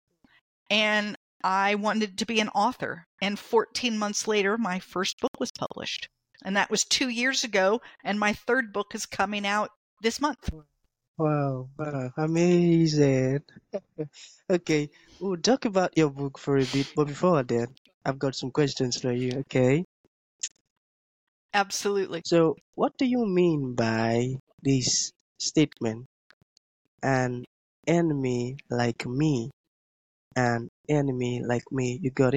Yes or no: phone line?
no